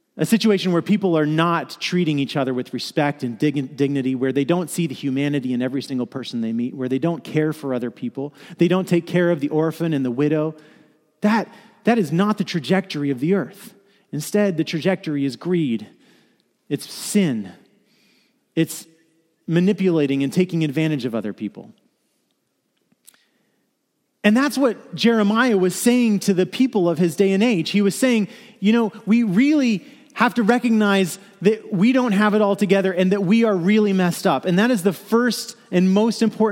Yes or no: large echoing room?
yes